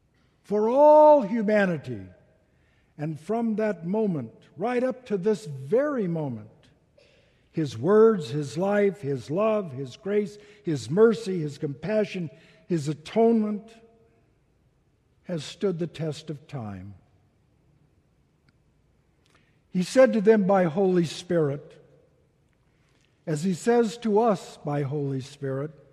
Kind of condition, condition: setting, large echoing room